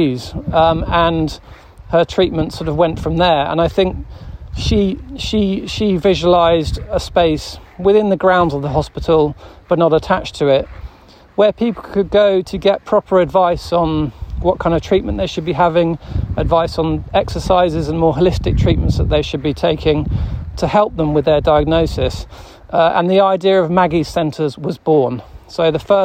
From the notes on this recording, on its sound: (and some rather sweet special guests) on location at one of his current projects in the verdant countryside of East Sussex.